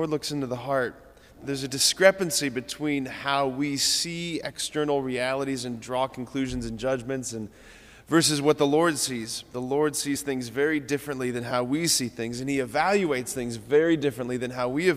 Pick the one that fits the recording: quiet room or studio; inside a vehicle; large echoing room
large echoing room